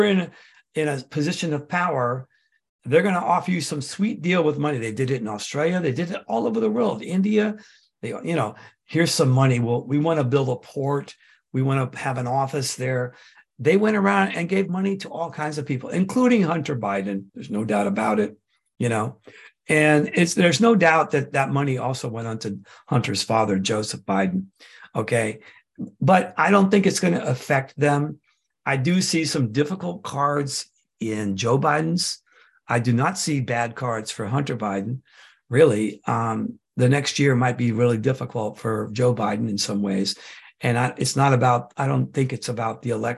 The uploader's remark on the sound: The shows are now all hosted on Zoom.